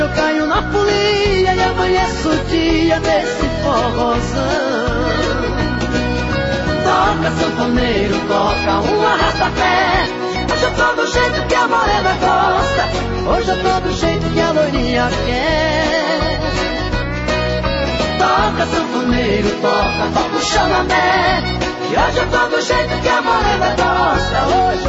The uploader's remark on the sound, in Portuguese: ao vivo da Festa da Uva em Bituruna